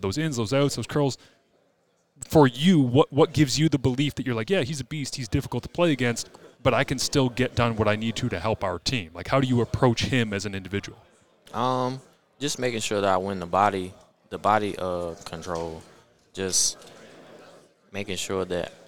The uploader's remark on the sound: Grey Cup Media Day